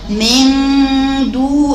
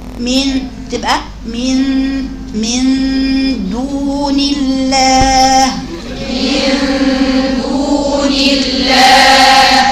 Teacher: احط لساني عندي قرب النون ثم انتقل للدال · Shown in: second take